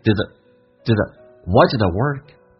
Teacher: 首先 did d 可以不发音， that a 发成同时那个咬舌音特别不清晰，甚至不咬舌发成近似于 z 这个发音都可以变成 did it why did it workWhy does